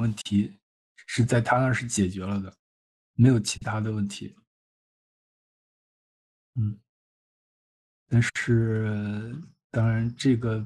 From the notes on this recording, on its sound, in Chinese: 本期节目为一次线上讨论的录音